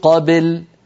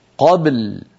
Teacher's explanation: قبل هنا عند الوقف يجتمع ساكنان الباء واللام، فعلينا أن نبين كل منهما وألا نجعل الباء تميل إلى الكسر، يعني لا نقول قبل بل هكذا لا يصح. قبل نقلقل الباء ساكنة ونتبعها بلام ساكنة · Shown in: second take